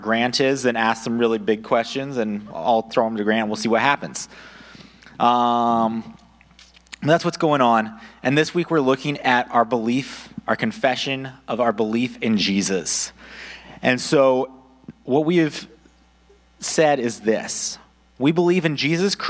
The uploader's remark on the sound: audio only recording of our service